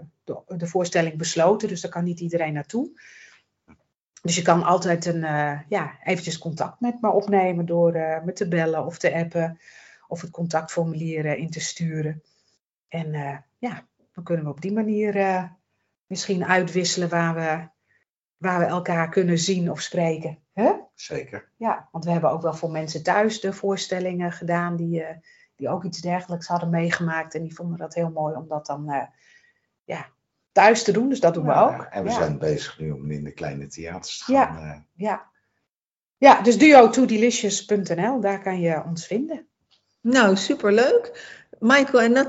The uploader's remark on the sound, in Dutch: Die opgenomen is via Teams.